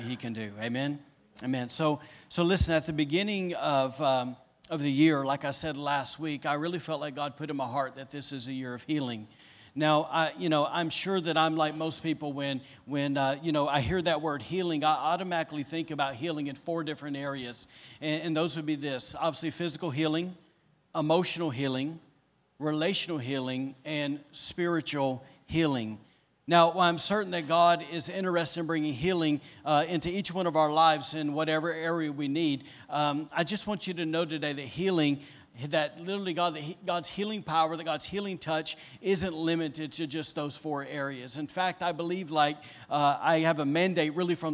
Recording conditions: live audience